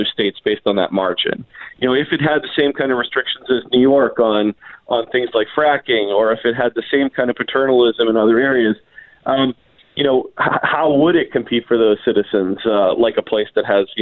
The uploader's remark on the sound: joins the show by phone